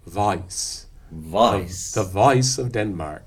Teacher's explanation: I have a terrible habit when speaking classical text of unrounding and opening that first element a lot.